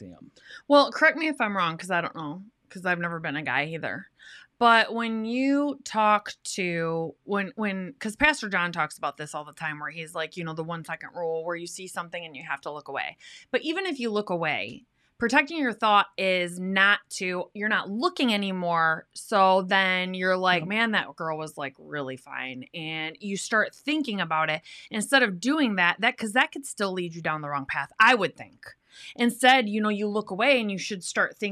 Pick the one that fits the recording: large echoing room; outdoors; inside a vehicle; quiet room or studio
quiet room or studio